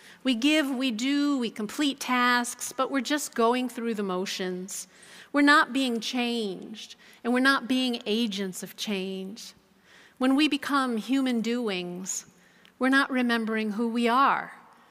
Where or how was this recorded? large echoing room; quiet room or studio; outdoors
large echoing room